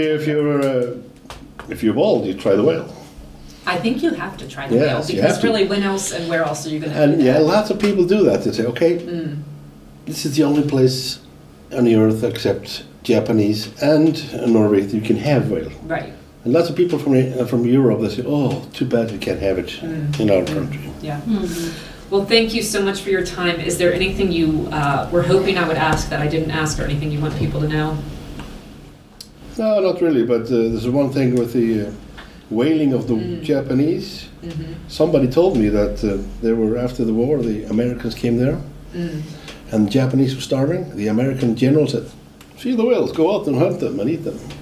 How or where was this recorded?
busy venue